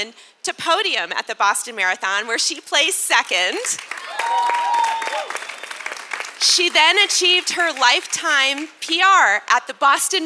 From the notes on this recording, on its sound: This is a special live recording of the Podium Pioneers Panel, which took place at the 2023 Boston Marathon Expo live stage.